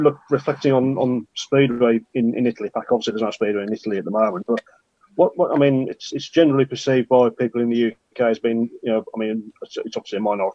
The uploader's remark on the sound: recorded via Zoom